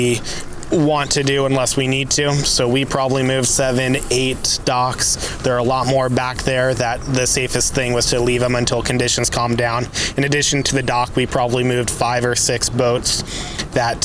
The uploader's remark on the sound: podcast live from Cafe Anyway